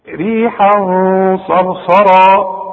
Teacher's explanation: خد بالك من الغنة، غنة بعدها صاد